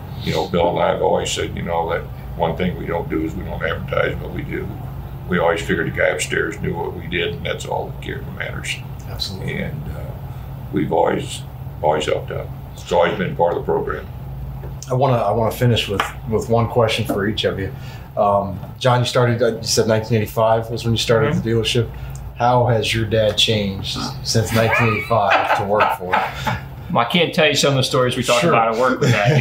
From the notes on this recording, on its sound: from Elijah P's Burgers and Brews in Alton